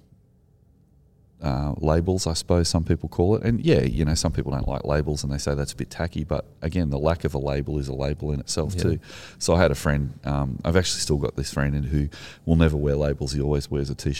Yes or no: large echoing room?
no